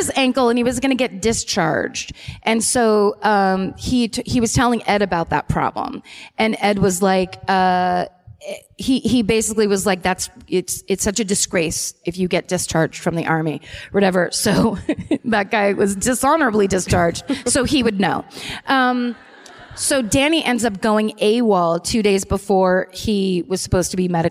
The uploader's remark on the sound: Live at the Connor Palace in Cleveland